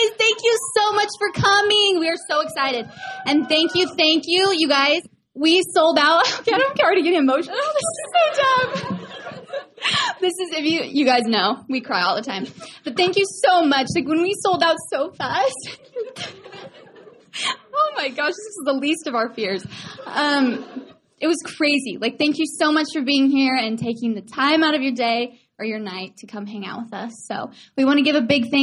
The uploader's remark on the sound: LA LIVE Podcast Recording! The live recording from their recent Los Angeles event!